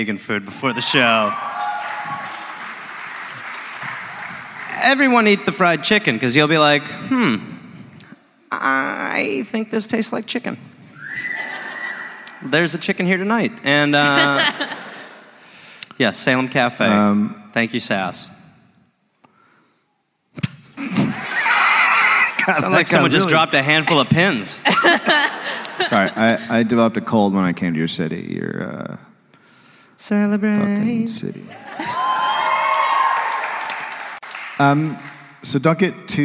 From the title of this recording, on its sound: Live in Adelaide